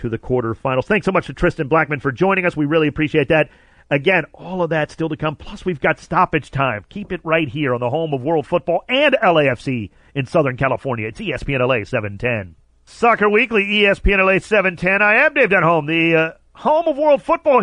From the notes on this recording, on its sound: called in to chat